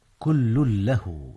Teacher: إدغام تنوين كل في لام له، وهو إدغام بغير غنة. نعم، إذ هي من حروف يرملون.